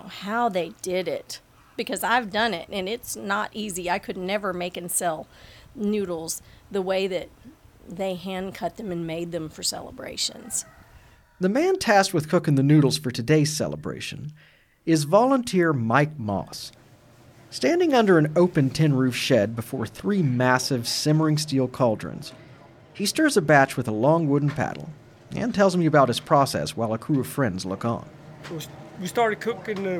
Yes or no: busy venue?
yes